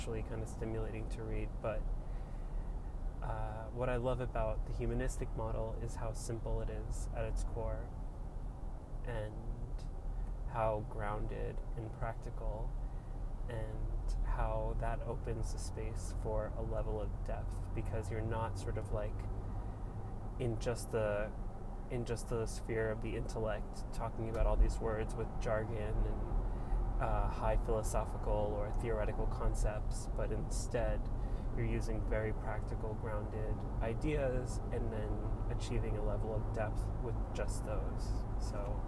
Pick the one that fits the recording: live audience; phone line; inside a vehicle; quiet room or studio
inside a vehicle